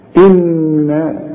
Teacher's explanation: إحنا قلنا وإنت عارف دايما إن كل نون في القرآن مدام عليها الشدة هي 2 نون، فلما تيجي تبدأ آية زي دي ما تقولش إنا أرسلناك، إنا أرسلناك بالحق، لا، إنا لازم النون تغناها بمقدار حركتين لأنها 2 نون